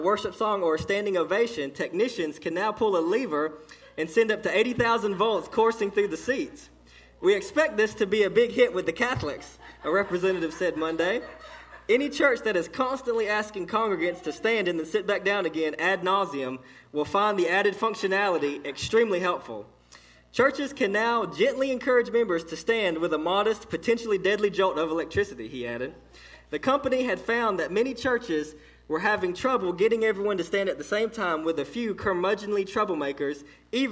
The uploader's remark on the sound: This message was delivered to Cottondale Baptist Church in Eastman, GA on 11/4/18 (6pm)